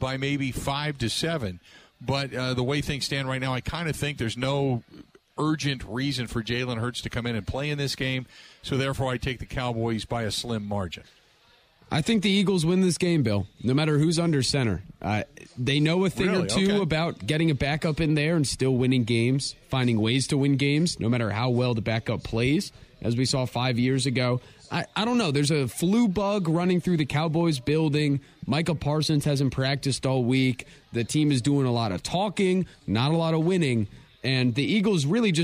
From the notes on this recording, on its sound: live from DJ's Goal Post